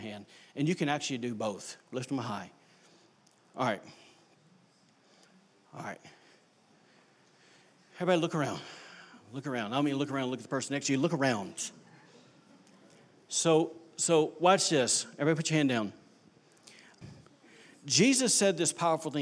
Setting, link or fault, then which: setting, large echoing room